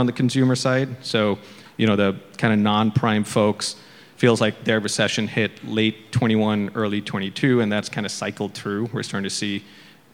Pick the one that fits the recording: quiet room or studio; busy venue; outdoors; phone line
busy venue